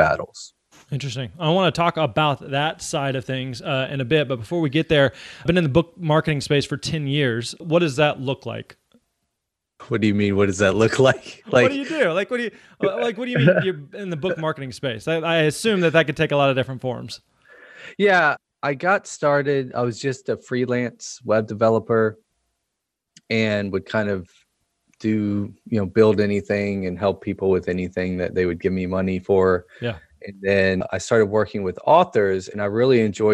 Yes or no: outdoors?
no